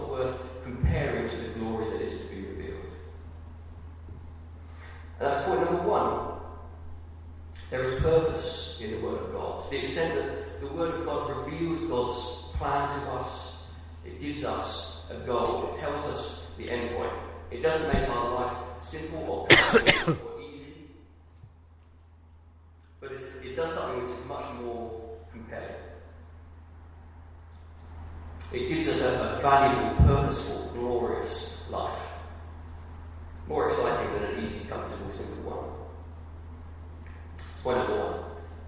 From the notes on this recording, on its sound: Sorry - The audio quality is poor on this.